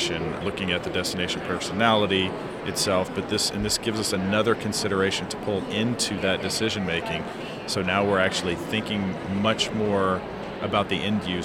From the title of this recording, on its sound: Live from #IMEXAmerica